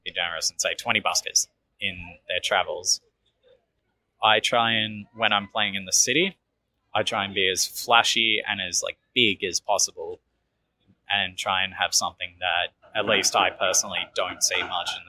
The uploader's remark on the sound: Interview recorded on April 20, 2022 (Bourke Street Mall, Melbourne Central Business District).